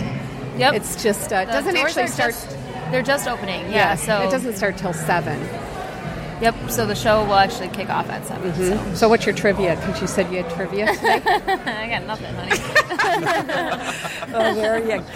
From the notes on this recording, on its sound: The Nooner Show Live from the Detroit Music Awards, Part 1.